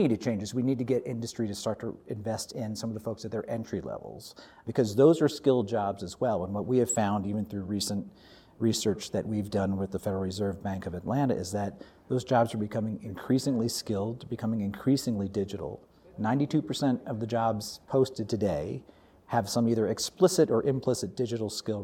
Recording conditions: busy venue